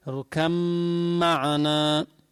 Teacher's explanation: فهون يحسن الادغام، فمنقول اركم معنا، قال يا بني اركم معنا، ولا بد من إظهار الغنة لأنك أبدلت من الباء ميما ساكنة، صار ميم ساكنة بعد ميم متحركة، صار في غنة مقدار حركتين. تقرأ بالإدغام أثناء القراءة، لما تقرأ القرآن ما بتقول قال يا بني اركب معنا، بس لو إنسان قال قال يا بني اركب معنا ما عليه معصية، حيث المعصية ما عليه معصية.